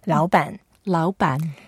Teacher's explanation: Both are third tone, so in this case, we make the first word 老 lighter, so that may sound slightly like second tone.